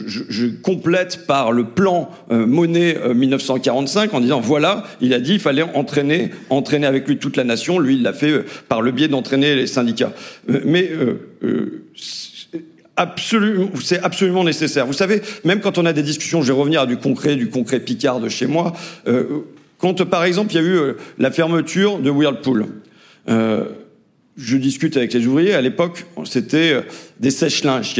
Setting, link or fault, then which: setting, live audience